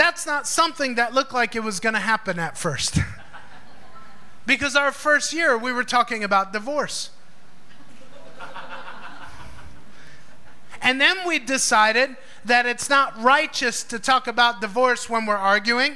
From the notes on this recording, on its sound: Recorded live in FIRE School of Ministry in Davao City, Philippines.